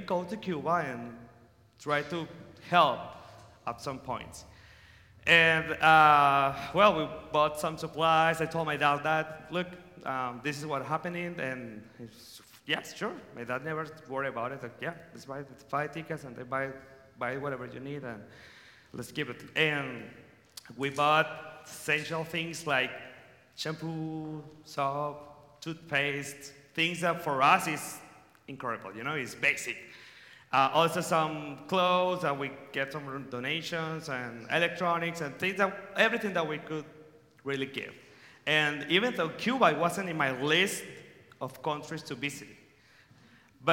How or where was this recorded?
live audience